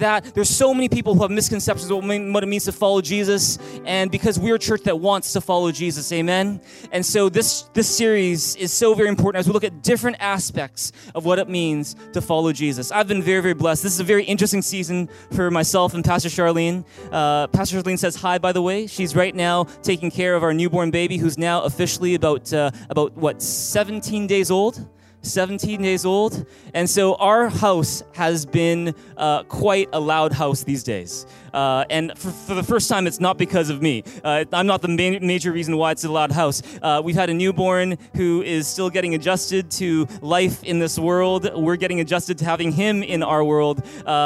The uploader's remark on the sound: Recorded on July 29, 2018 at THRIVE Church Vancouver, Canada